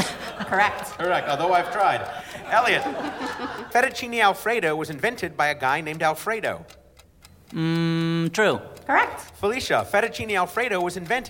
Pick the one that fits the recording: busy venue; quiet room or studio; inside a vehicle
busy venue